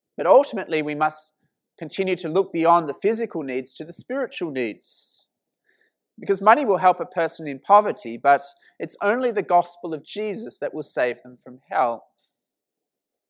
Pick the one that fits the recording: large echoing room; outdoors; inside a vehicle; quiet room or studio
large echoing room